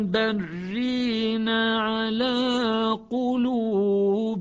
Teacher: وشعبة لأنه لا يوجد سكت يدغم اللام بالراء